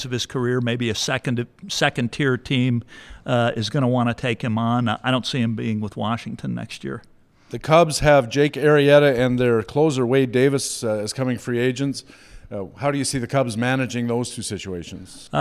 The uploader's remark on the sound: LIVE from First Pitch Arizona